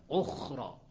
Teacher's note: يجري فيها النفس والصوت لأنها رخوة ليست شديدة هذه الخاء. فهم الجماعة يسوي الجماعة بعض القراء يتحاشى أن يدخل بها مدخل زايد بالخاء، يحاول يخرج منها فيقول أخرى، يخففها فتصير قلقلة كأنها تشبه القلقلة.